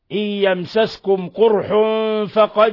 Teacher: في الموضعين قرأ شعبة وحمزة والكساء وخلف بضم القاف